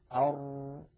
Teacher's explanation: فعند نطق الراء ليس انحباسا كاملا كانحباس النون، وليس جريانا كاملا